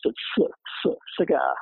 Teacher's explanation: Now the first syllable is going to be reduced.